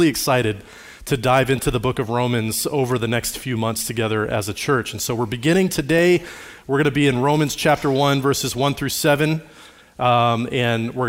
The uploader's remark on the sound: Recorded on Sunday, May 21, 2023, at Liferoads Church in Spokane, Washington.